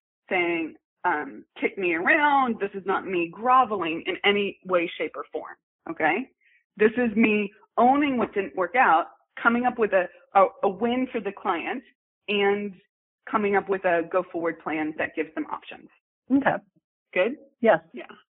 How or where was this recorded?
phone line